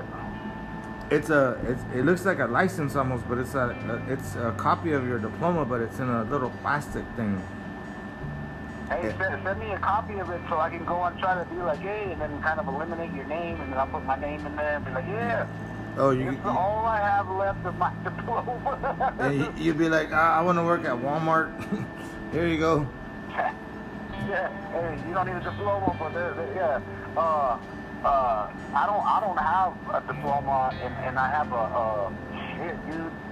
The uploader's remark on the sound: Pretty much phone talk with my childhood friend living in Navajo nation. Drinking alcohol and talkin a bunch.